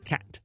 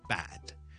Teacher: 嗰條脷咧係懟得幾前，而唔係一個好空洞嘅音。